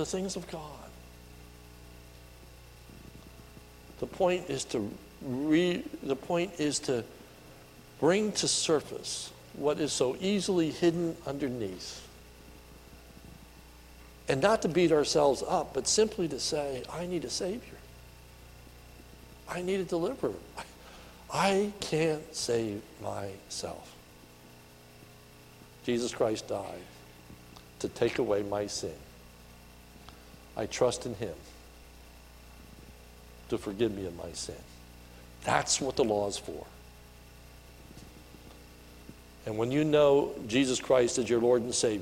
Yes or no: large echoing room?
yes